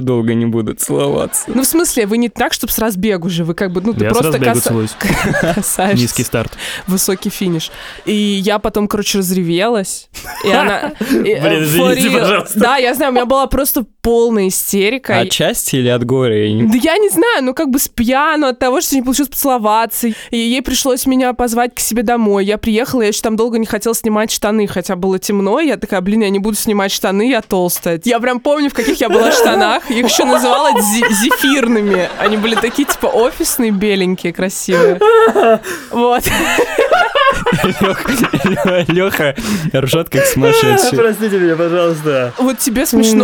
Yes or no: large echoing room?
no